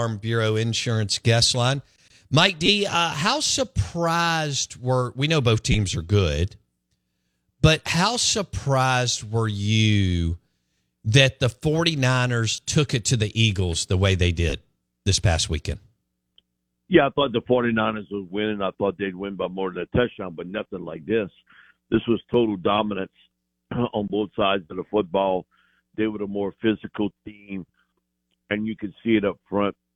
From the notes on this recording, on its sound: Joins the show on the Farm Bureau guest line talking about all things NFL live in the BankPlus Studio.